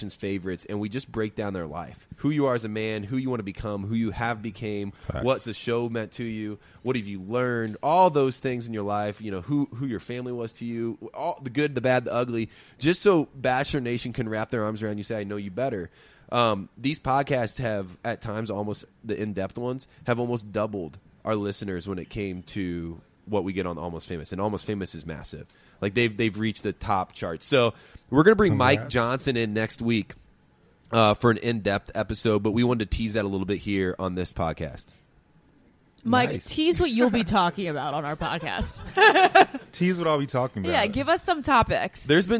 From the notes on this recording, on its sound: live from Planet Hollywood Resort and Casino in Las Vegas for the iHeartRadio Music Festival!